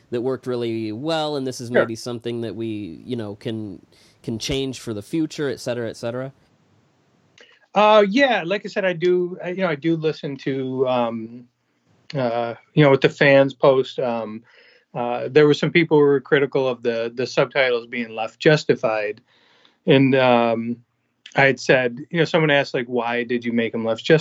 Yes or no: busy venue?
no